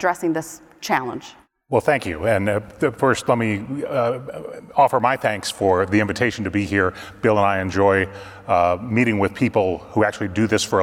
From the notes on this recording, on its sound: Trade Guys on the Road: RILA Supply Chain Conference Edition. Live from the Retail Industry Leaders Association Supply Chain Conference in Dallas, Texas.